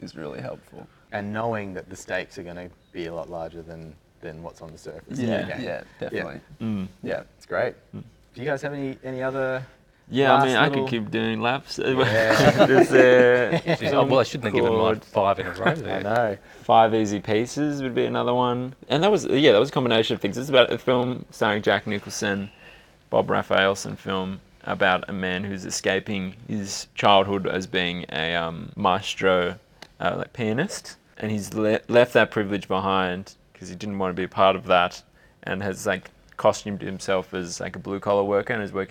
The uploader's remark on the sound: Shot on location at the Capitol Theatre in Melbourne during the Melbourne Film Festival 2023.